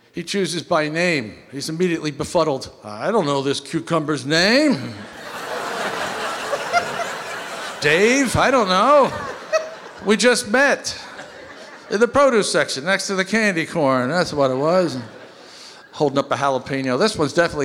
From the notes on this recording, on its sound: Live at the South Point Casino